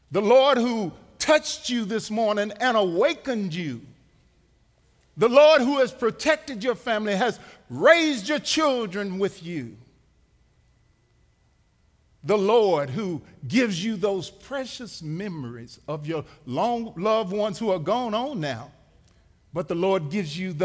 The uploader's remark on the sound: Recorded live at The Fellowship at Two Rivers